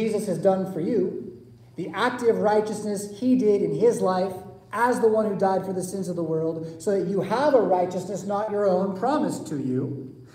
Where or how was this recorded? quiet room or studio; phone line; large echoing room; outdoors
large echoing room